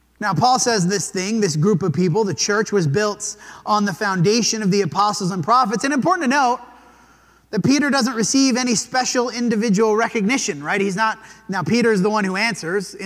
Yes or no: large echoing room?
yes